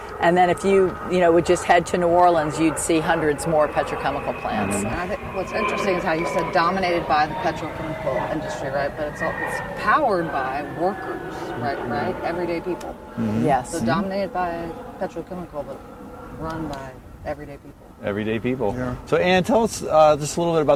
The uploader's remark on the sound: filmed from the banks of the Mississippi River in Norco, Louisiana